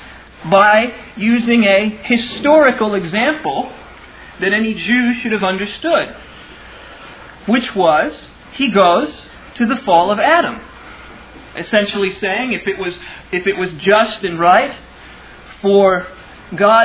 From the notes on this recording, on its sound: Originally delivered on 4 June 2000 at Sovereign Grace Baptist Church in Van Alstyne, TX